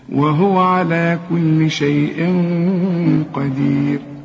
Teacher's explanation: القاف من حروف الإخفاء، عايزين غنة هنا، الغنة هنا بقى مفخمة علشان القاف مفخمة، والغنة بتتبع الحرف اللي بعدها.